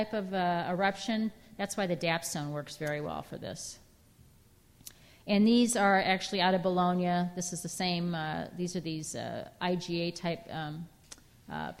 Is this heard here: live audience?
yes